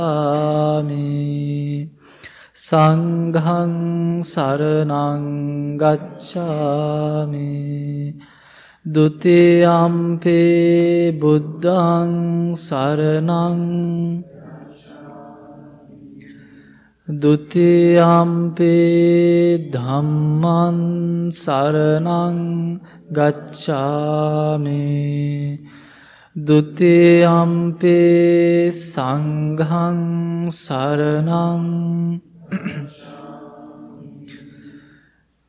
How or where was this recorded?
large echoing room